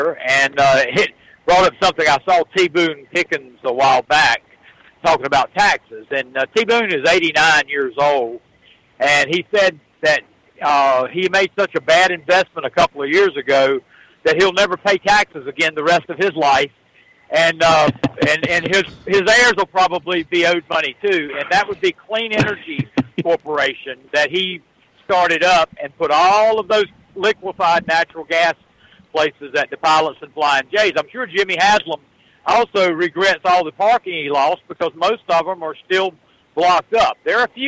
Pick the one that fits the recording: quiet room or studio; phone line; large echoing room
phone line